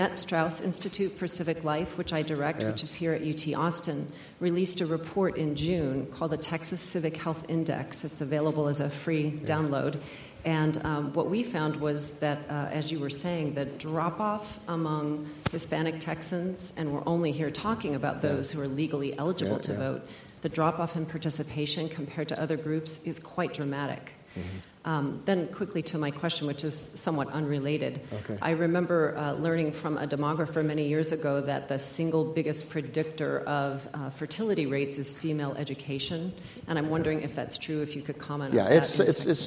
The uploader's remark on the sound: keynote speech of The Texas Tribune Festival